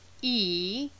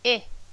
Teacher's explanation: The key is tongue tension. Long E and short I use basically the same tongue position, but for long E, the tongue, which is a muscle, is tense, and for short I, the tongue is relaxed.